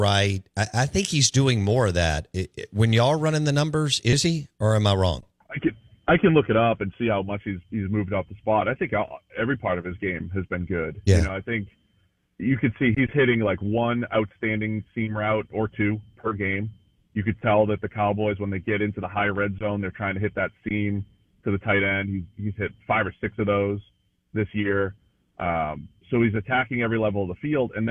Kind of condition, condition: link, phone line